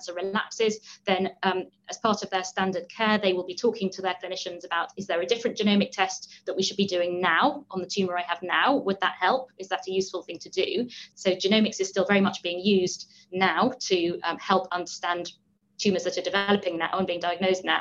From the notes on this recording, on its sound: We are taking you back to the Reanalysis Webinar for Participants.